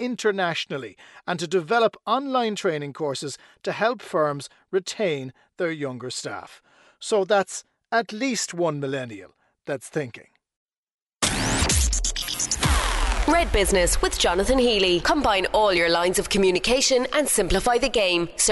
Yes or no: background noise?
no